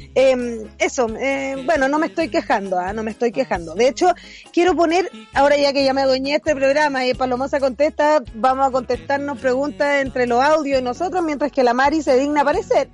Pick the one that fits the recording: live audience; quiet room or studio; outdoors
outdoors